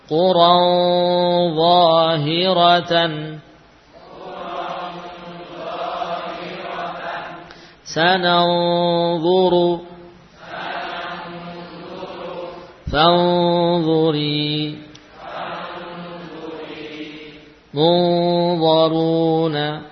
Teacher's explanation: untuk nun sukun yang bertemu dengan sad, dad, ta, dha dan qaf, ya, suaranya menebal.